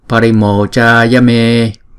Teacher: Chữ mô, chữ cha và chữ mê là hai nhịp